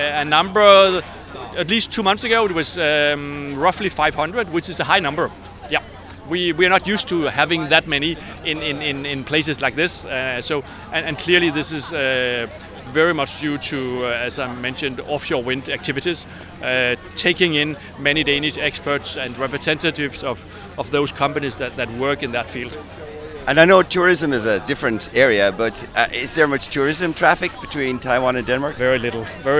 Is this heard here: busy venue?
yes